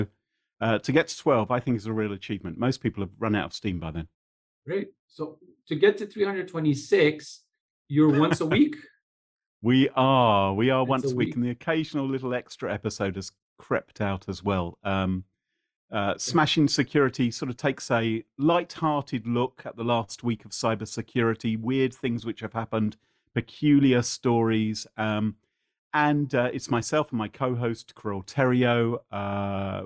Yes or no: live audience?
no